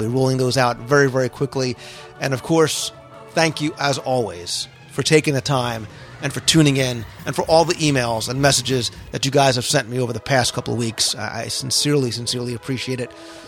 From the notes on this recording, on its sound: One of just a few Walt Disney World restaurants that offers year-round outdoor dining, it overlooks the Lake Buena Vista golf course and it's casual atmosphere reflects the resort's equestrian theme. Inside the restaurant for a live review of the ambiance.